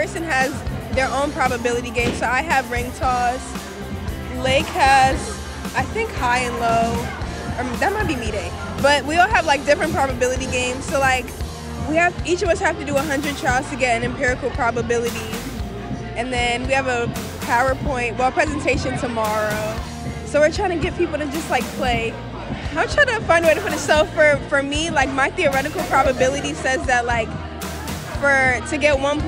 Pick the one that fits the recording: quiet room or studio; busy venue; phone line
busy venue